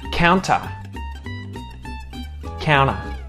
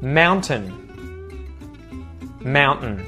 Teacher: practice the pronunciation of NT as just an N sound